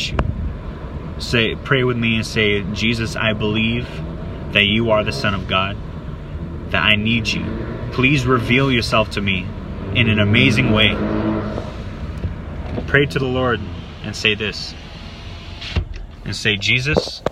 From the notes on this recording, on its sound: Forgive the noise and lighting in the elements, it was a spontaneous request!